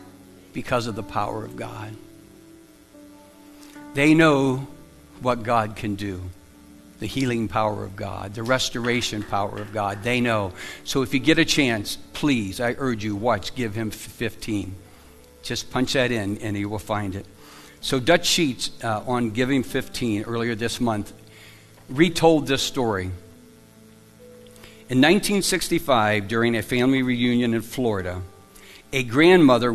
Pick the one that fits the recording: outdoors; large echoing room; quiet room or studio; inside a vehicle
large echoing room